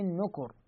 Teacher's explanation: نتكلم أيضا في محل الشاهد اللي هو الراء يوم يدعو الداعي إلى شيء نكر، نكر لاحظ نهايتها راء، فعند الوقف عليها راح يصير راء ساكنة مسبوقة بضم حكم التفخيم